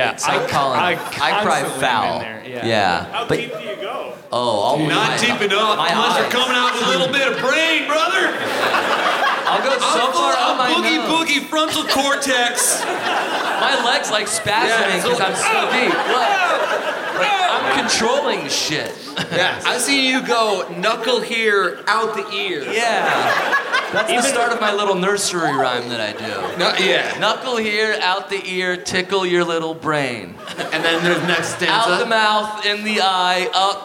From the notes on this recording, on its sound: Live at MacEwan Hall in Calgary!